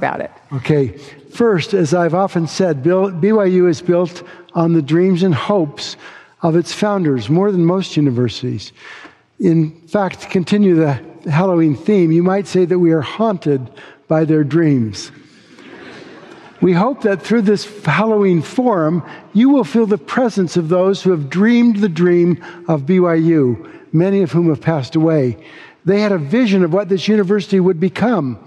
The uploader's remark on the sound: delivered this forum address on October 31, 2023